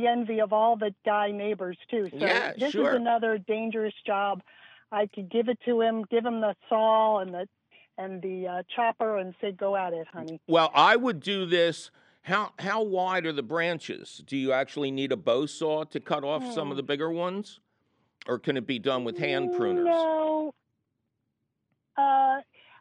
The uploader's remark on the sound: Your compost defining phone calls!!